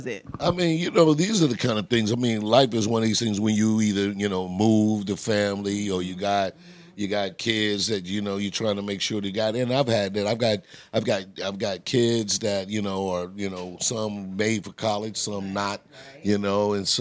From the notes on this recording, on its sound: dropped by renowned Houston restaurant, The Warwick, and spoke with us